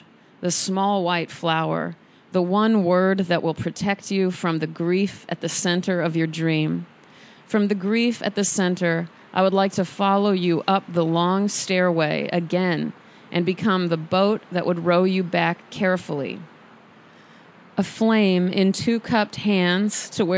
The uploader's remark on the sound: I was full with medium-level energy as I recorded this on my balcony for you this morning.